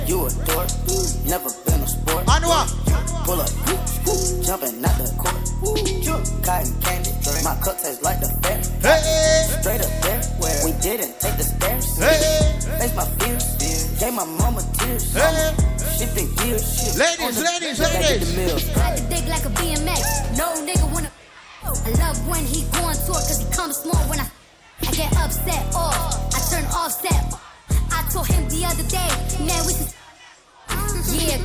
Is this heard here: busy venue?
yes